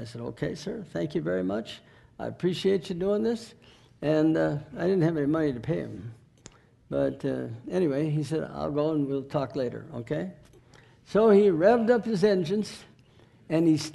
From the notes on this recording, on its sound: NBC 2009 Missions Conference. Sermon was recorded October 12, 2009 at Northside Baptist Church of Elkhart, Indiana.